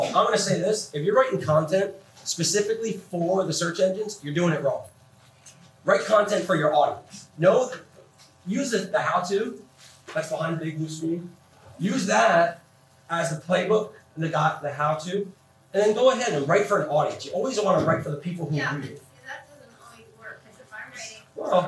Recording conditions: poor sound quality